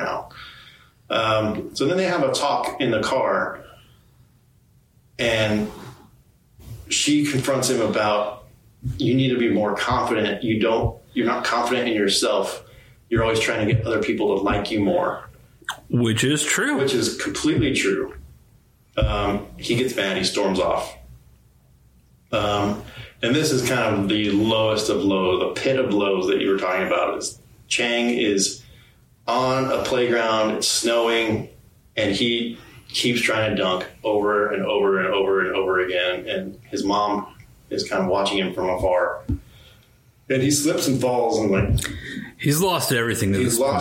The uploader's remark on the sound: The audio quality isn't perfect...